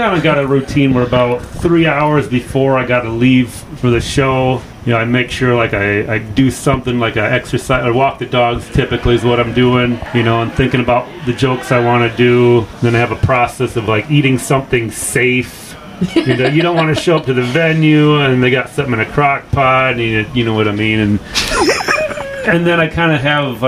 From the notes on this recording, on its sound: Before The Stage (BTS) is where comedians/ performers talk right BEFORE taking the stage to perform. Less than 30 minutes before a show at Mason City Brewing (Mason City, IA) for my free monthly comedy show #MCBC.